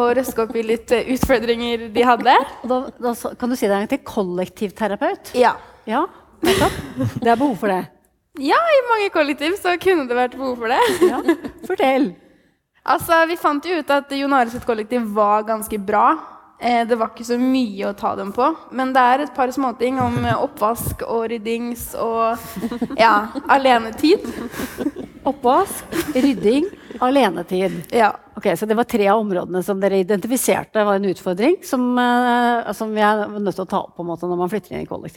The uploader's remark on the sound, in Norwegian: Live fra: Researchers Night